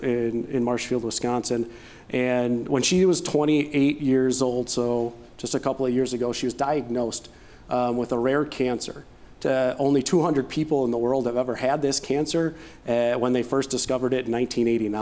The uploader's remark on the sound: we recorded the podcast LIVE at The Main - an Event Space in downtown La Crosse